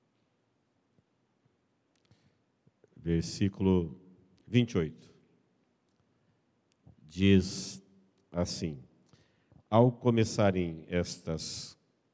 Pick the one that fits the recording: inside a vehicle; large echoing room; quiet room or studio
large echoing room